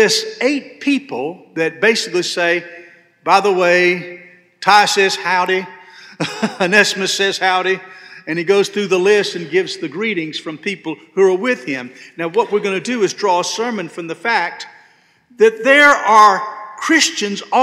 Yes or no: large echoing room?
yes